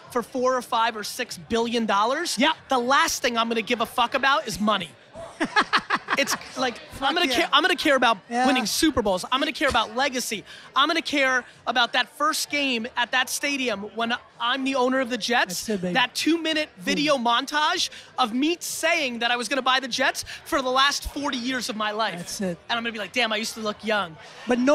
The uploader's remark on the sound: An Interview On The Influence Podcast at Influence MTL